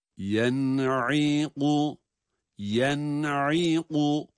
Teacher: Önce yen diyoruz, sonra ayn harfini boğazı sıkara çıkarıyoruz. · Term: izhar